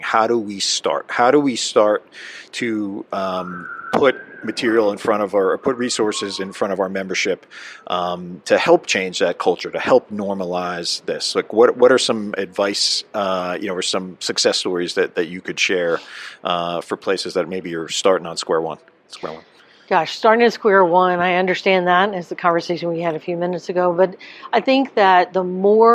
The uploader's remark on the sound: NEP "On Location"